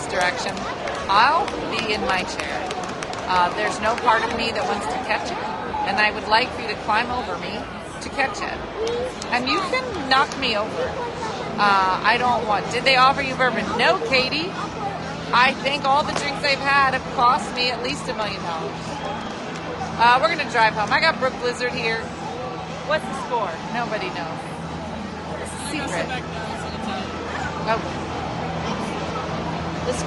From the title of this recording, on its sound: Live from the Phillies Game!